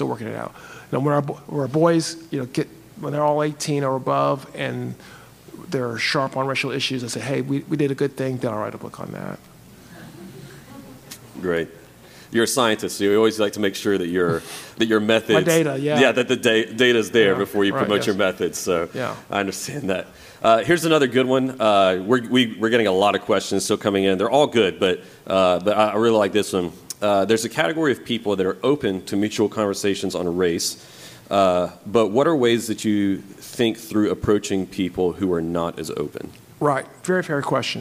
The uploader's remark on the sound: We recently got to do a live Q&A at my church. I got to receive questions submitted from our congregation.